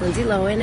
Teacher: She placed the emphasis on the first syllable of her last name, stressing the O instead of the A.